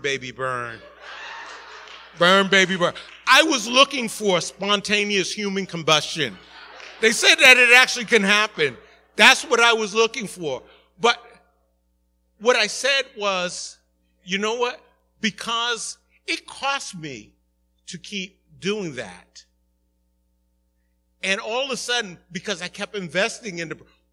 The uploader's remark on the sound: Recorded at the 11:30am Service